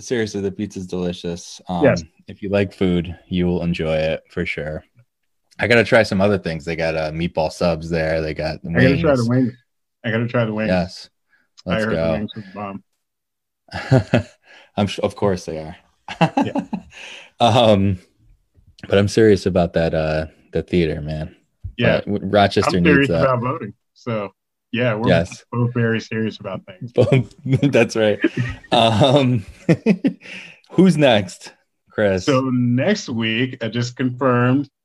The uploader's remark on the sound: Recorded Live on Zoom.